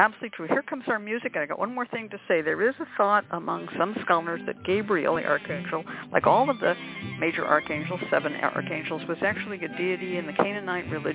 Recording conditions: phone line